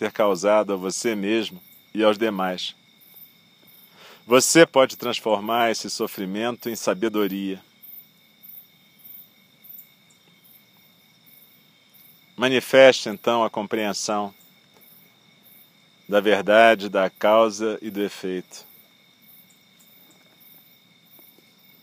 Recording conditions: outdoors